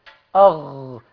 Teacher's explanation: أثبت لك إن هو قضية الغين والخاء من عند جذر اللسان، قول كده أغ وسيب لسانك شوية أغ، تحس إن أنت ورا خالص عند بداية لسانك في أصل لسانك من ورا، هو ده بقى جذر اللسان.